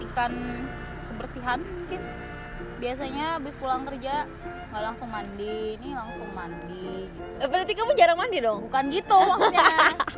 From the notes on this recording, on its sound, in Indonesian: Podcast ini direkam di pinggir jalan Lamtoro sambil nunggu waktu buka puasa.